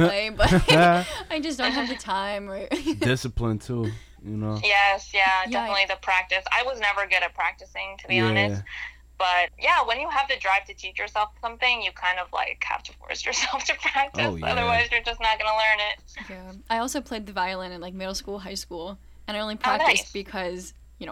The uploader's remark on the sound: Joins us over the phone.